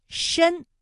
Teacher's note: 题目是申公豹这三个字哪个字是翘舌音呢？答案是申，哎，它的声母是诗